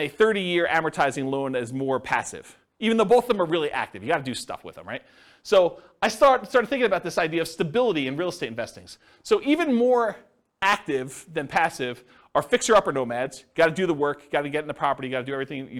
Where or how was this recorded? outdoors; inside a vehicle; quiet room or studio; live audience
live audience